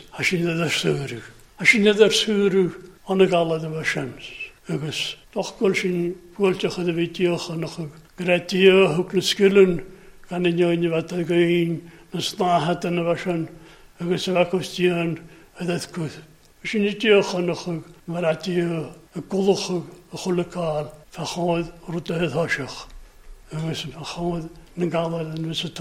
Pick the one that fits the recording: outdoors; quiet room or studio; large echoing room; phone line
large echoing room